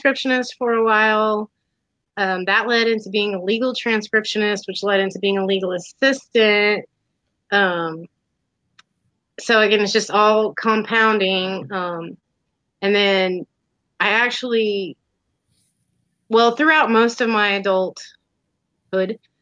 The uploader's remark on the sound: The audio may be a little choppy.